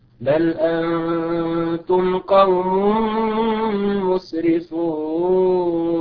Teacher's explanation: نجد أن الميم الساكنة مظهرة تماما